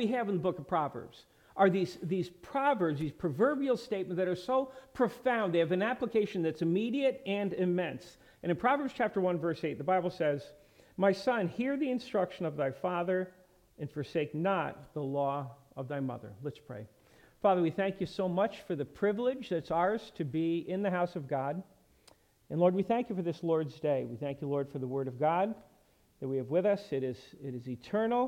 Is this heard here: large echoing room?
yes